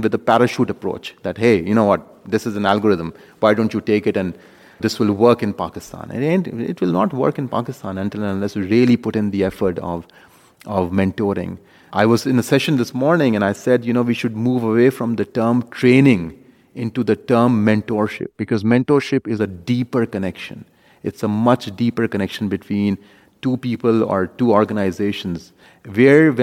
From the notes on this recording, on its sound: We sat down with him at the World Congress of Pediatric Cardiology and Cardiac Surgery in Washington DC